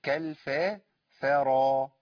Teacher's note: الكاف عندي مرققة والألف مرقق والفاء مرققة، الراء هي اللي مفخمة